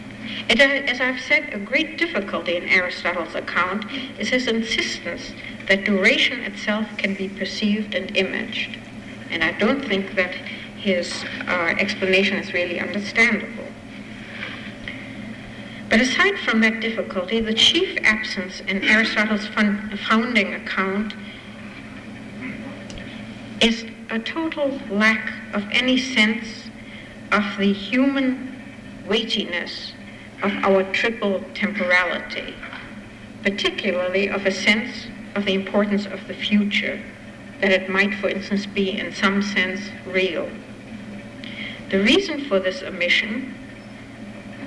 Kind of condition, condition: setting, live audience